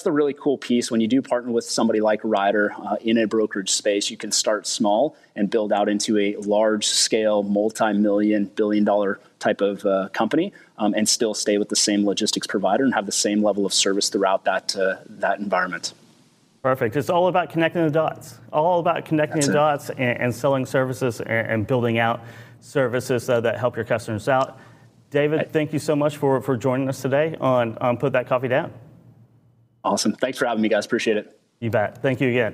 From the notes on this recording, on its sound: Live from the Enterprise Fleet Summit with Ryder and Zuum. Live at FreightWaves' Enterprise Fleet Summit.